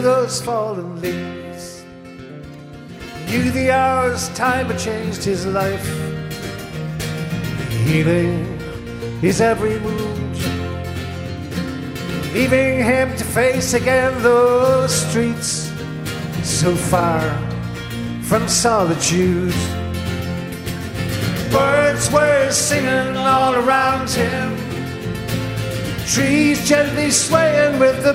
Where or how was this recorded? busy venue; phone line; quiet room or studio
busy venue